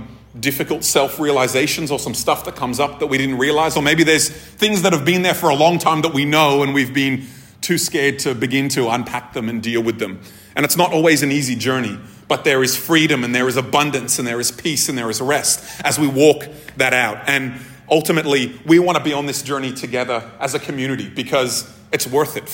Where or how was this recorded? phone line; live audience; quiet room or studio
live audience